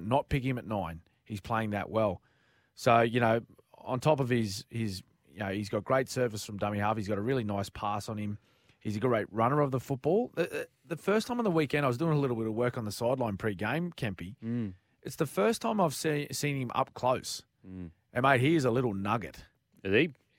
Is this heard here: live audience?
no